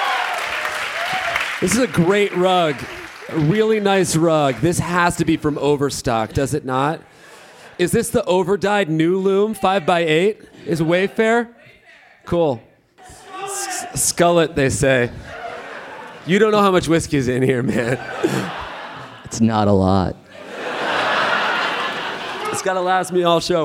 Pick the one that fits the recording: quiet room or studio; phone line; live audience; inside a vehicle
live audience